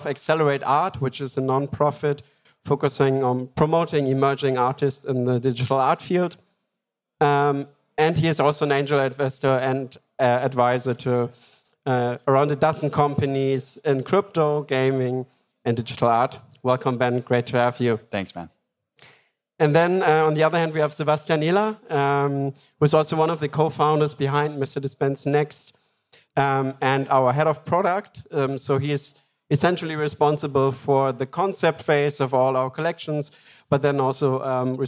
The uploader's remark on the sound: The "Decoding Digital Collectability" panel at Gateway Miami.